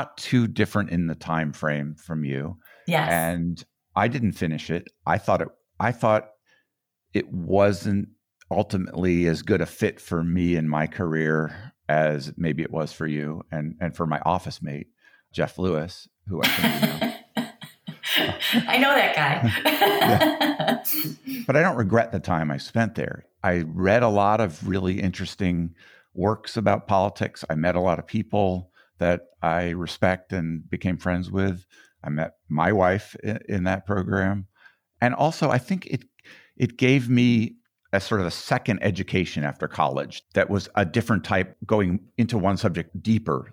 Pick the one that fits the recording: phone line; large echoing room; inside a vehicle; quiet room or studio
quiet room or studio